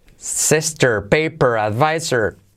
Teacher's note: por la norma general la R suele comerse a la vocal, ¿vale? So, no es advisor, sino advisor. · Term: R genérica